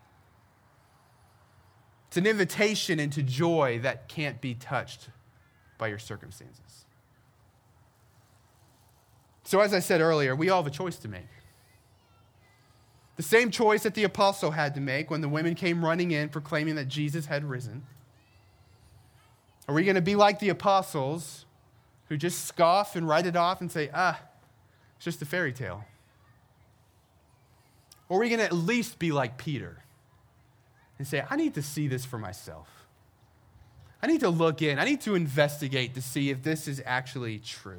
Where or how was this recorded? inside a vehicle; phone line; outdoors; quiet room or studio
outdoors